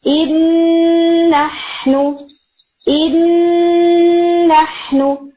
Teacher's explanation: آپ اس کو ایسے ہی پرسیو کریں کہ آپ نے فرسٹ نون کو ایک طرح سے ڈلیٹ کر دیا ہے اور سیکنڈ نون کو ٹو ٹائمز پڑھا ہے، یا فرسٹ نون سیکنڈ نون کے اندر مرج ہو چکا ہے، کمپلیٹلی مرج ہو چکا ہے · Term: کامل ادغام